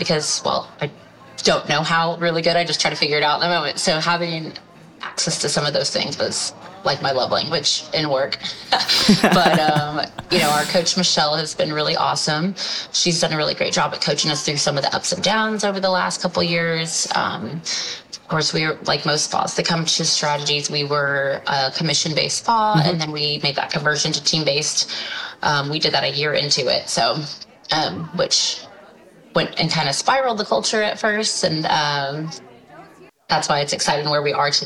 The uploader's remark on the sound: Live From Strategies TBX23